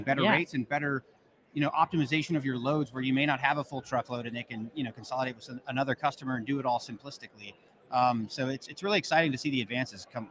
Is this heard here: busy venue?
yes